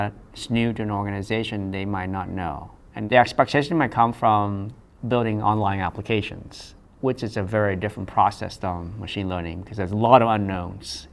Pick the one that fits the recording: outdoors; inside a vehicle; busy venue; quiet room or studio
busy venue